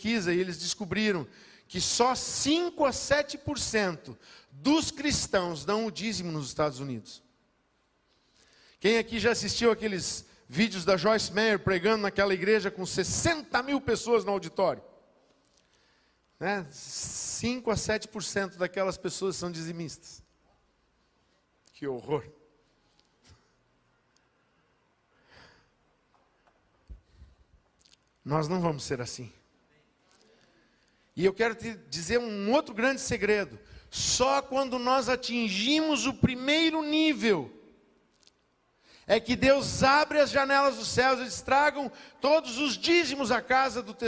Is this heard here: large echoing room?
yes